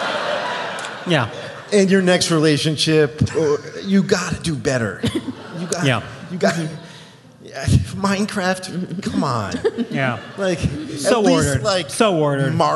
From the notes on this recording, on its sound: Live in Austin. Recorded live at Stateside at the Paramount!